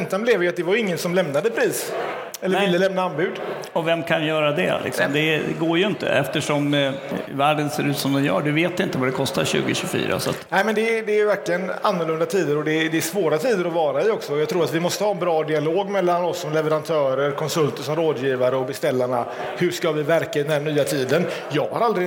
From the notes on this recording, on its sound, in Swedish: LIVE direkt från Innovationsscenen på VA-mässan den 29 mars. Första liveframträdandet.